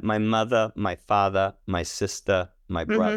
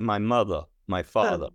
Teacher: The schwa at the end of the word, like mother, has a release that pops up. · Shown in: first take · Rhythmically speaking, they do this kind of upward movement.